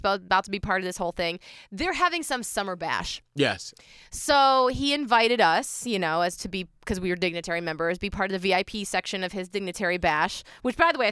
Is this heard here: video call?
no